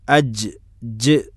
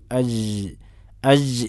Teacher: ജറയാൻ അസൗത്ത് വന്നഫസ്, ശബ്ദവും അതുപോലെ ശ്വാസവും അഴച്ചുവിടുന്ന രൂപത്തിലല്ല ജീമിനെ ഉച്ചരിക്കേണ്ടത്, നേരെ മറിച്ച് ശ്വാസത്തെയും അതുപോലെ തന്നെ ശബ്ദത്തെയും തടഞ്ഞു വെച്ചുകൊണ്ട് പിടിച്ചു വെച്ചുകൊണ്ട് പറയേണ്ട അക്ഷരമാണ് ജീം എന്നുള്ളത്. · Shown in: first take · അപ്പോൾ റഹാവത്ത്, അതിന് ശ്വാസം പിടിക്കുന്നില്ല, അയച്ചു വിട്ടുകൊണ്ടാണ് ജീം പറയുന്നതെങ്കിൽ അതിൻ്റെ ഉച്ചാരണം തെറ്റും, അതിൻ്റെ ഉച്ചാരണം തെറ്റും.